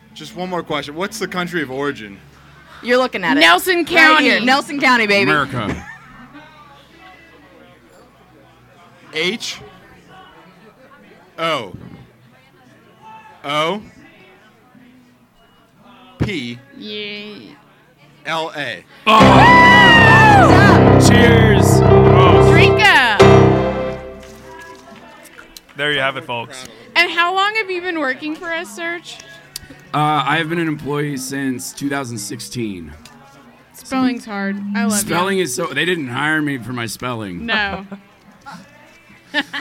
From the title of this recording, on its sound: Live from Hoopla 2022